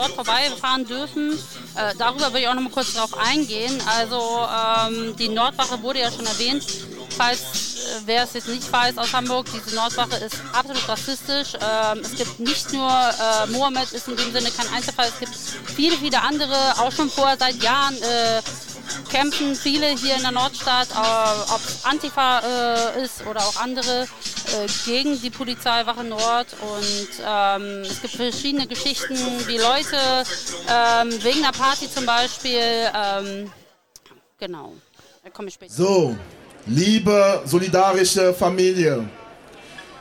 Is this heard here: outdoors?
yes